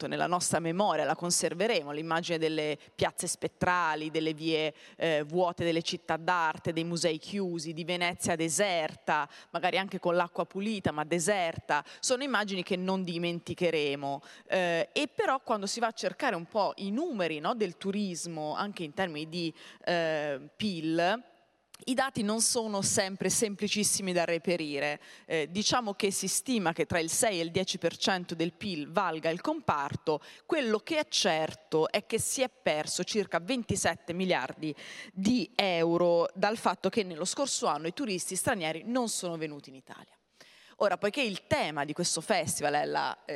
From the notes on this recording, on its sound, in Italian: al Festival dell’Economia di Trento 2021